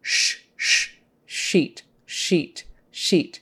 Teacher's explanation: S is behind the teeth. SH is a little farther back in your mouth and not quite touching, and more air comes out at once.